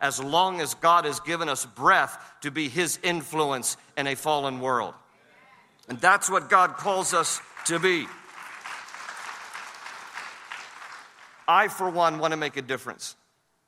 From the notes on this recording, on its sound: share messages with this year’s Pray Vote Stand Summit audience